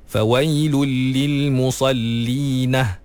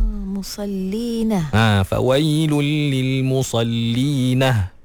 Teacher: Dia tambah ha di akhir ayat tu.